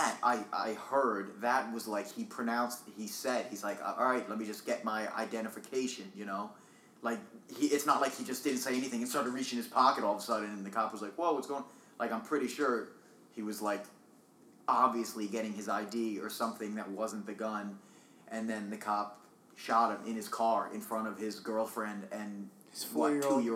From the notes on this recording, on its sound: please be patient while we get enough funds to have more mics because I know its bugging the crap out of you